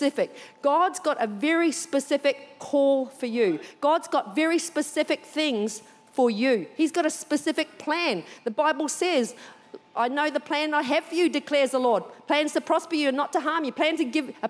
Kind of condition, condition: setting, large echoing room